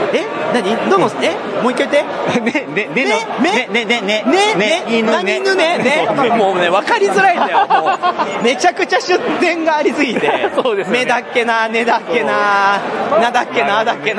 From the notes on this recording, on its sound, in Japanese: 会場インタビュー＆懇親会。会場収録のため、騒音雑音が激しく入っております。